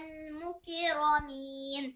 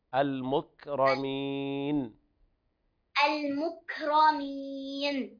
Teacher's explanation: الكاف ساكنة ليس فيها قلقلة · Shown in: second take · Term: الهمس